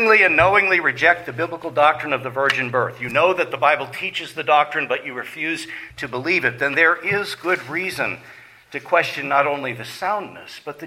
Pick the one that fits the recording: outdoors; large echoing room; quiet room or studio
large echoing room